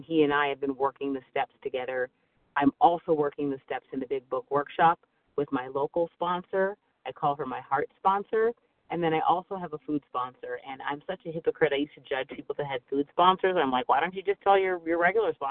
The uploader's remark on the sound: 100 Pounders Phone Meeting.